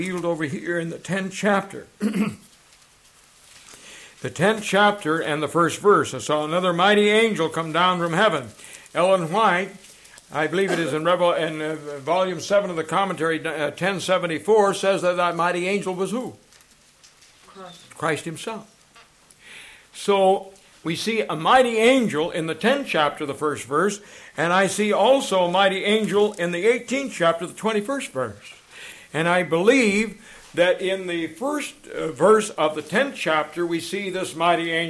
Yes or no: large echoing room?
yes